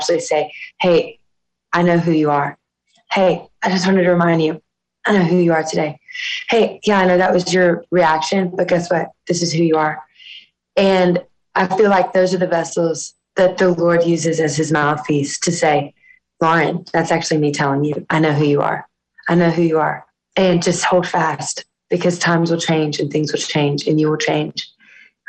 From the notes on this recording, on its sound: host a zoom call